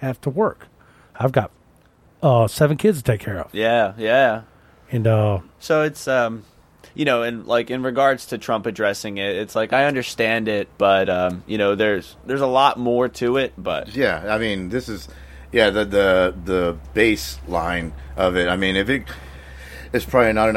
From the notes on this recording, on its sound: whilst being AT Tha Trailer Park outside in the yard!